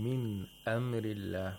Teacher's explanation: We have ilhar of nun sakina here. The nun sakina is pronounced completely because of the letter of the throat.